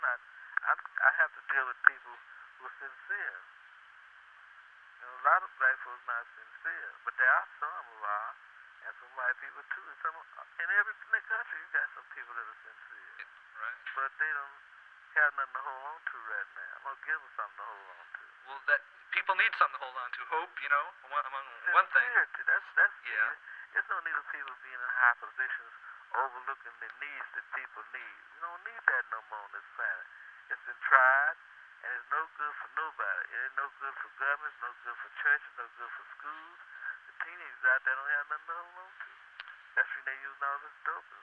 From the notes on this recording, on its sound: Phone call